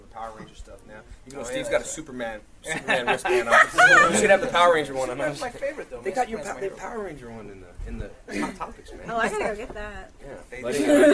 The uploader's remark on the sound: Power Rangers Press Panel at Anime Central 2008